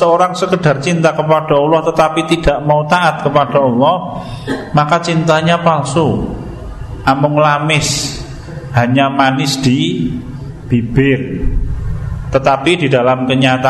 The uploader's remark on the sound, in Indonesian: Rekaman Kajian Majelis Pengajian Islam Kitab Firqotun Najiyah. Di Masjid At Tahkim, Jln KH Ahmad Dahlan, Ngampilan, Yogyakarta. Yang diselenggarakan oleh FKAM Yogyakarta dan Takmir Masjid At Tahkim.